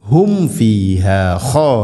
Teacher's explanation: ഹും فيها സാക്കിന മീമിന് ശേഷം ഫ, നേരത്തെ പറഞ്ഞതുപോലെ രണ്ട് ചുണ്ടുകൾ തമ്മിൽ തട്ടിച്ച് മീമിനെ പൂർണ്ണമാക്കി ഉച്ചരിക്കണം